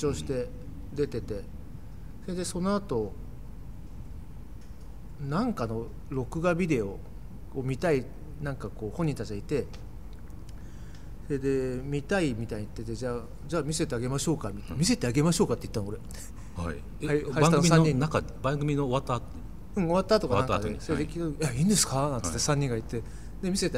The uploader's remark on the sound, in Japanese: 収録場所：東京カルチャーカルチャー（渋谷）